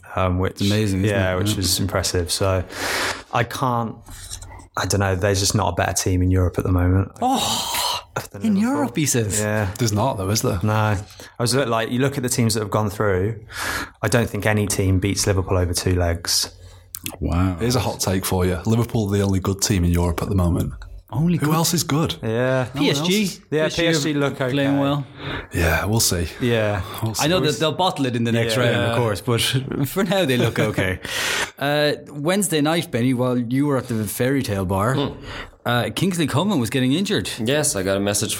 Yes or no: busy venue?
no